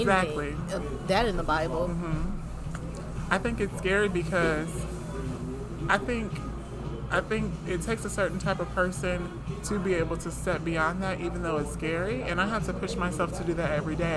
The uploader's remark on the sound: Talking over the occasional sounds of airplanes and background noise at Starbucks.